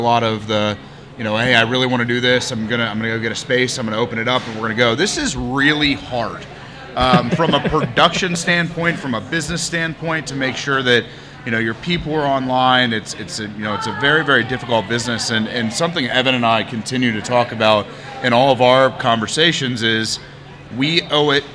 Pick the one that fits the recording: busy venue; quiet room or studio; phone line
busy venue